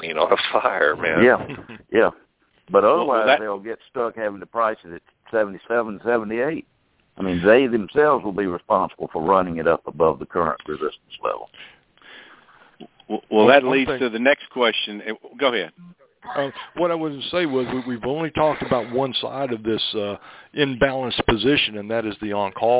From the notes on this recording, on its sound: Ag Market Network's Monthly Conference Call On Cotton.